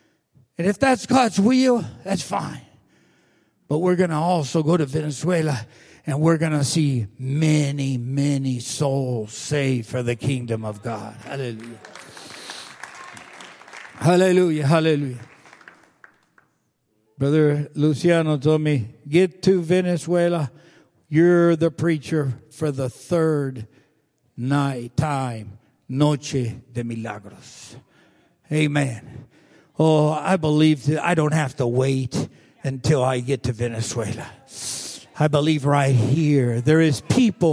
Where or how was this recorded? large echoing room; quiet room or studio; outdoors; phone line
large echoing room